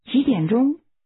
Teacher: That's pronounced with a rising tone, followed by falling, rising, and high-level tones